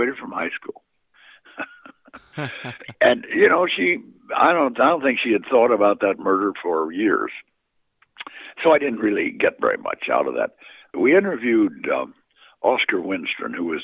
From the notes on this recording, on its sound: phone interview